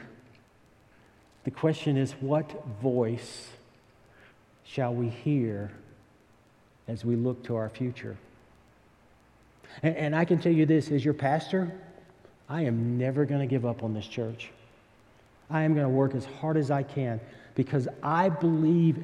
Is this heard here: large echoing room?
yes